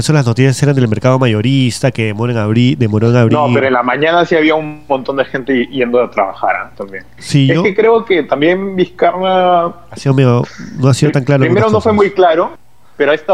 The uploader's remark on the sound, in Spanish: Llamé por teléfono.